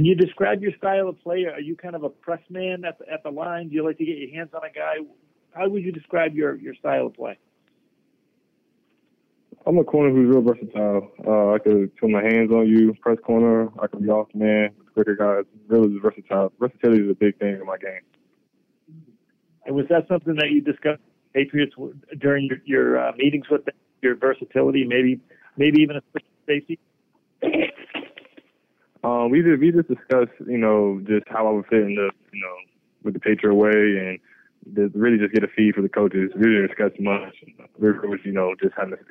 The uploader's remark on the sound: addresses the media during his conference call on Saturday, April 29, 2023